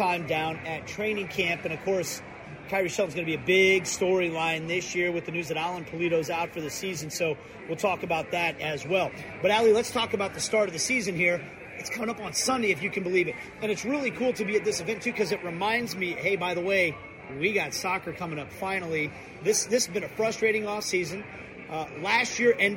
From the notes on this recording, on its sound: Recorded this week's show at Tuesday's STM event at J.